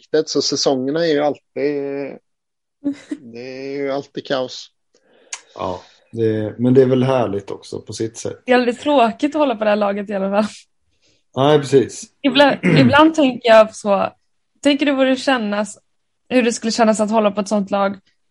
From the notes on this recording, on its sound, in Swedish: Träffades återigen för en virtuell inspelning.